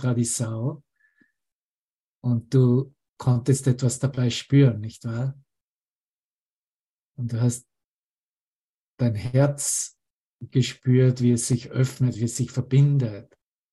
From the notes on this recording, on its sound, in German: Zoom-Session. Veranstaltet von der Aleph Akademie.